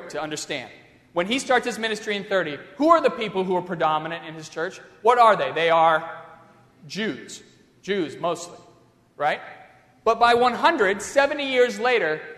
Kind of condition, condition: setting, large echoing room